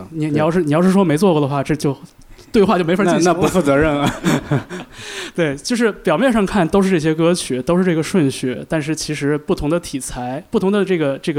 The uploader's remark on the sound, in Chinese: 在北京多抓鱼书店举办了一场黑胶分享签售会。为到场的一百名乐迷进行签售之前。对谈以 live podcast 的形式上线《周末变奏》。对谈的最后为到场乐迷保留了问答时间，乐队与乐迷的互动也是充满了欢声笑语。